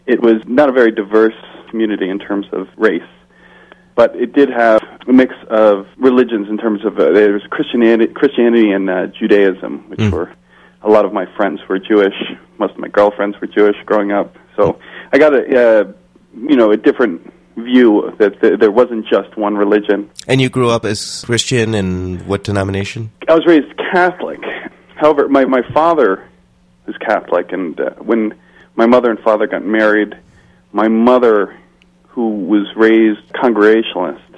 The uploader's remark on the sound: Telephone interview segment.